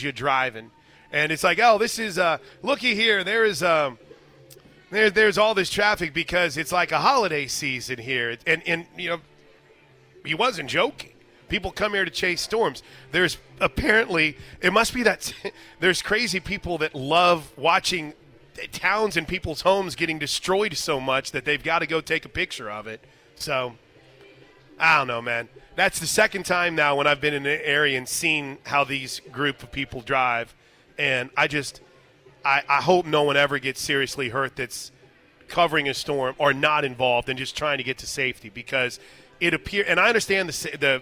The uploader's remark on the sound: Live from the Big 12 Softball Tournament!